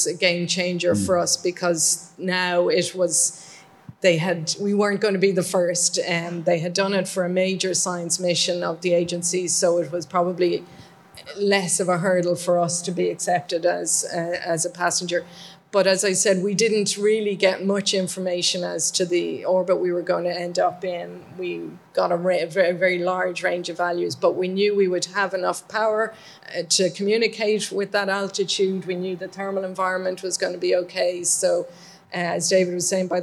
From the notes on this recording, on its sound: Recorded in front of a live audience at BT Young Scientist & Technology Exhibition 2024.